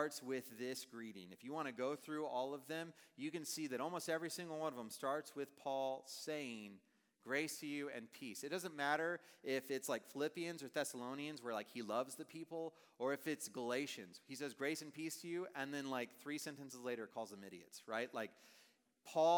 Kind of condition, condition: setting, large echoing room